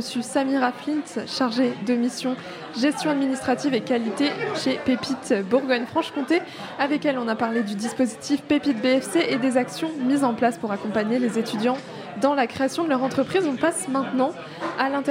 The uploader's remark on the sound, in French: En direct du café de l'Atheneum, centre culturel de l'Université de Bourgogne, Radio Dijon Campus a proposé une émission spéciale à l'occasion de la Semaine CREATIV'.